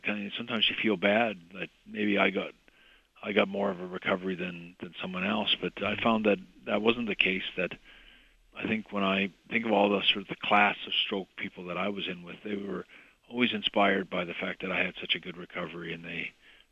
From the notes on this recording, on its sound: he called